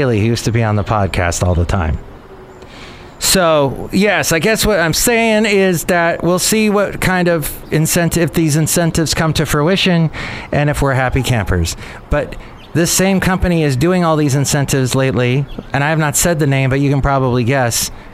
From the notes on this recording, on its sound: podcasts live from Café Anyway